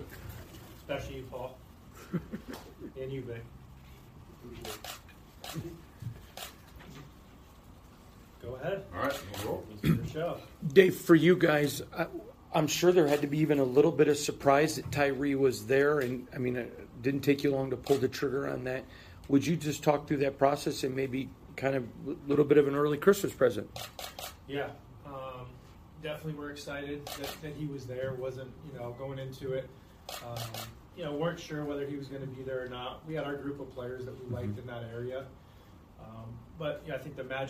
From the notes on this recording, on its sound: spoke to the media in the team's Post Day 1 NFL Draft Press Conference